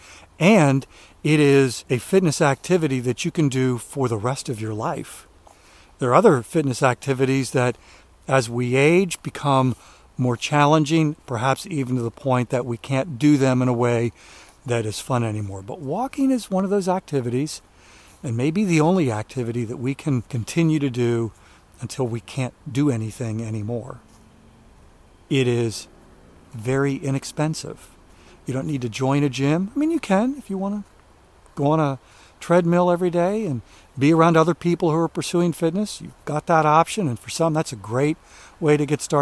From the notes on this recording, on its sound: during today's ten-minute walk